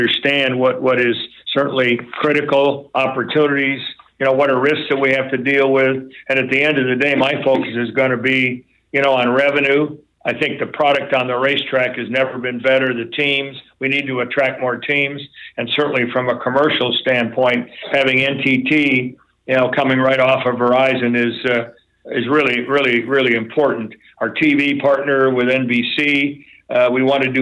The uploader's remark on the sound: call into the … Podcast